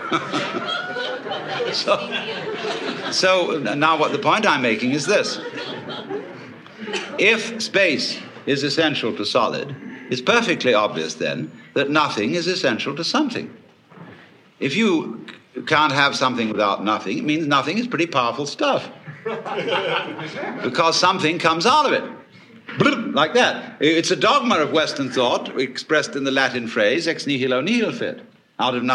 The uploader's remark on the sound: Big-hall presentation. Was recorded in 1971 in New York City at a conference for western therapy and eastern religion. A stream of audience questions.